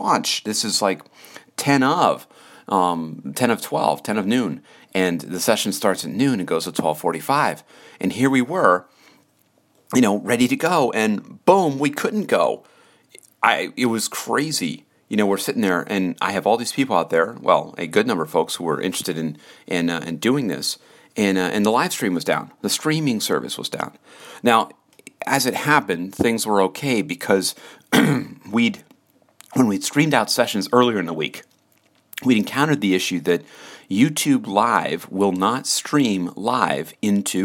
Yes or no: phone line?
no